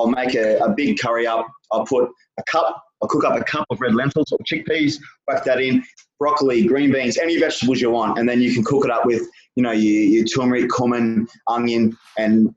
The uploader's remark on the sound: over a zoom call